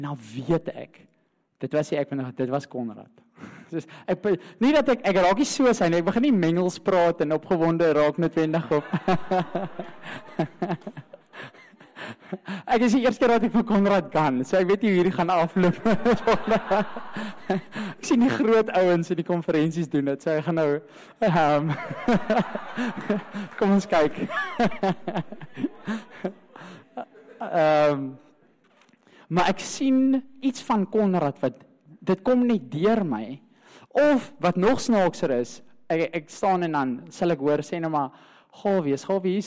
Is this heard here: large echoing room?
yes